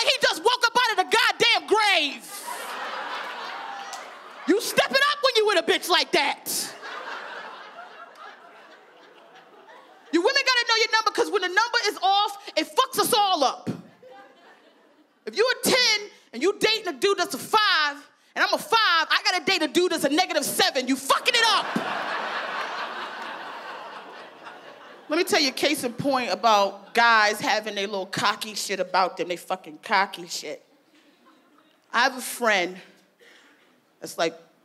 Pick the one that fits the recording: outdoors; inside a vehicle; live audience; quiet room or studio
live audience